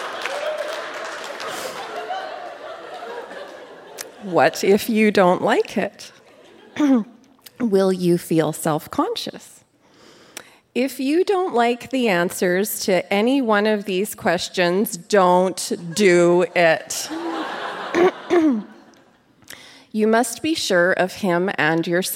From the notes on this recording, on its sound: Recorded live at the Arden Theatre in St.